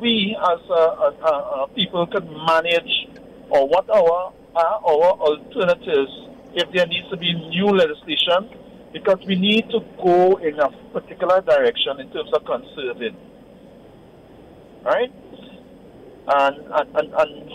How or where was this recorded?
phone line